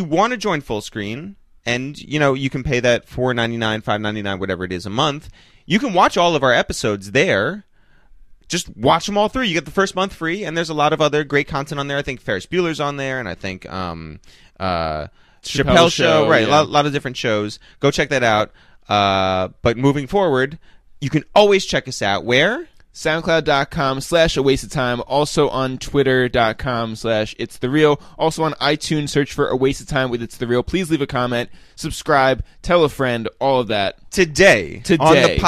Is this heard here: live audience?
no